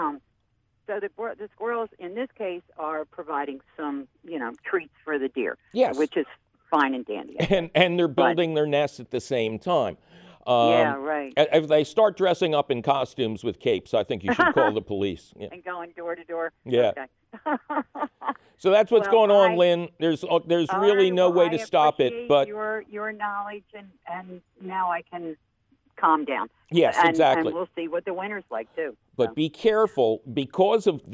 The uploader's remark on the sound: As always, we take your phone calls.